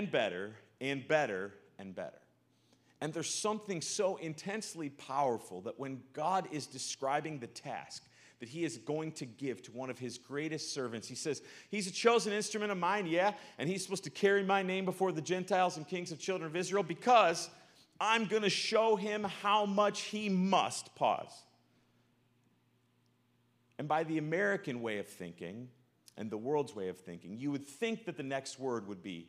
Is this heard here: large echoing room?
yes